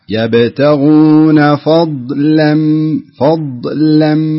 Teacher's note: من تأثير الضاد على اللام فلا بد ترقق اللام